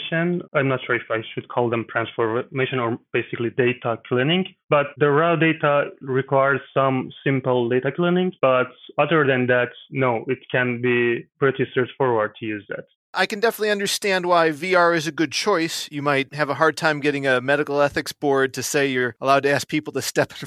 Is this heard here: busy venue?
no